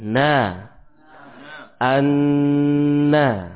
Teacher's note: ujung lidah bertemu dengan gusi atas, keluar padanya huruf nun.